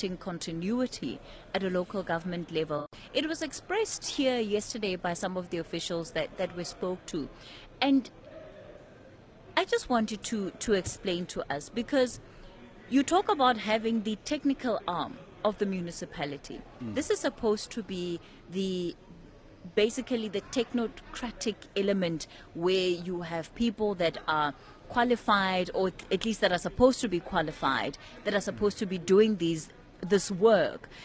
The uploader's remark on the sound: SALGA hosts National Conference. We bring you day 2 ofSALGA’s National Conference where we are broadcasting from over till tomorrow. Stakeholders from municipalities, provincial and national government, the business sector as well as think tanks are convening here in Cape Town.